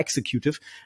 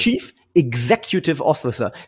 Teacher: betont auf Exec und eben Gs und nicht X · Shown in: second take